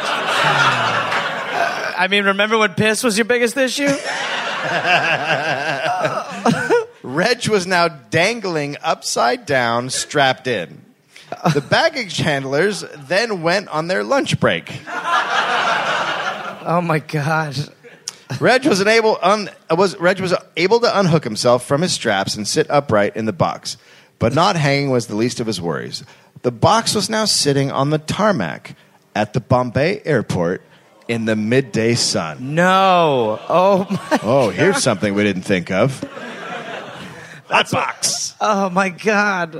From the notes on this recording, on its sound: recorded live in Perth